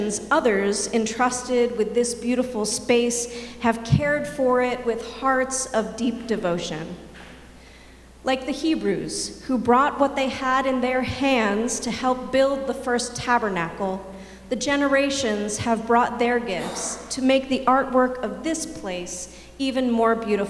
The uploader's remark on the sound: Sermons from Old South Church in Boston.